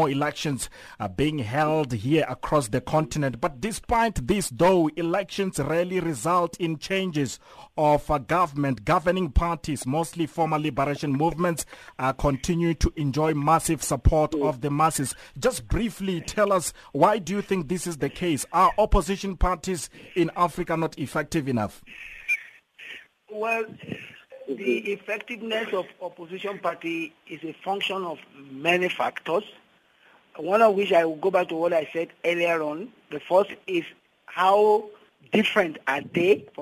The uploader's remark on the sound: To help us unpack this we are joined on the line.